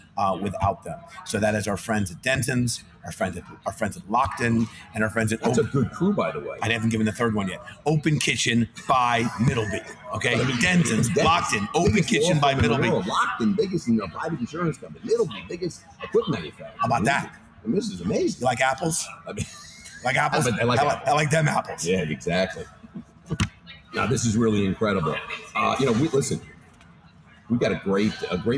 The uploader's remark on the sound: LIVE FROM FSTEC. Take the show to the first in-person trade show, FSTEC 2021 where restaurants and technology connect.